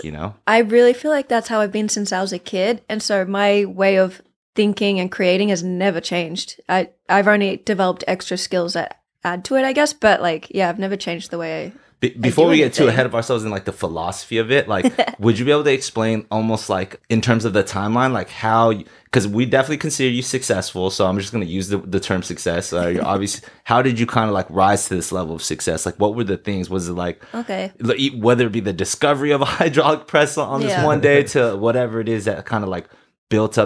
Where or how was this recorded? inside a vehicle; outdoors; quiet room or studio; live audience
quiet room or studio